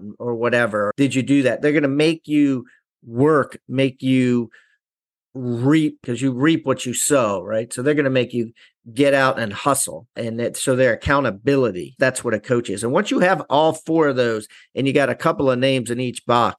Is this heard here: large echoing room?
no